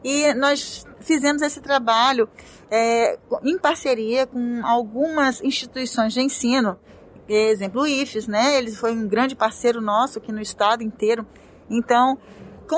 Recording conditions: busy venue